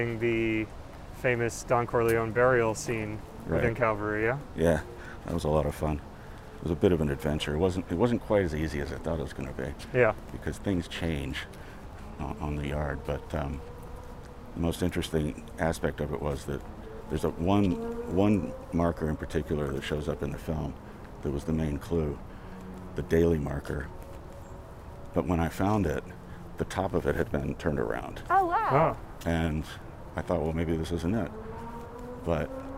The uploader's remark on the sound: We go on a walk through Old Calvary Cemetery